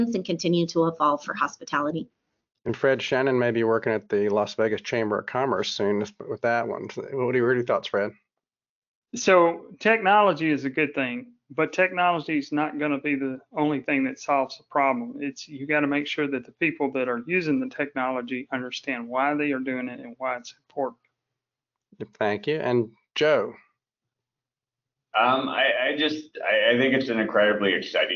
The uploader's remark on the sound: Realcomm Webinar. (Fireside Chat).